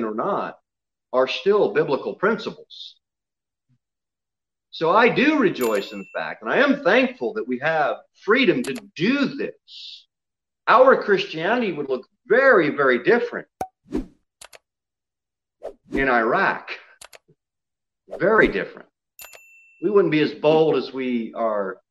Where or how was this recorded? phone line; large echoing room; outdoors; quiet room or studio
large echoing room